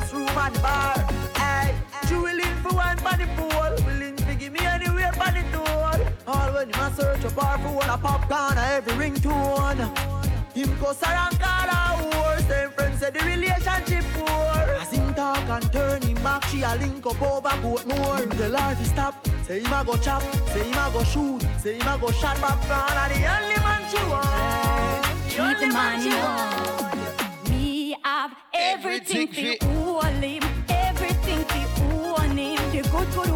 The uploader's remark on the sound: Live At Dancehall Brunch in Huckster in Paddington Saturday Afternoon